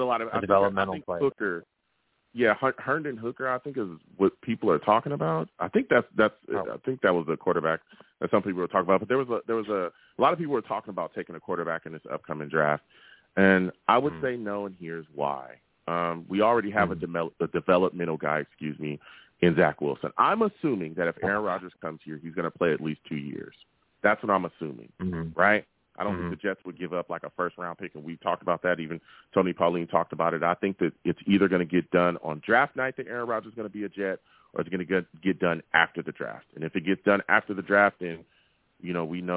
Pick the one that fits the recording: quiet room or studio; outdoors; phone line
phone line